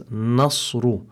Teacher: make sure that the noon is muraqqaqa, so that you pronounce it as nasru